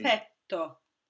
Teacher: Petto è aperta, esattamente. Qui abbiamo una doppia con una vocale aperta.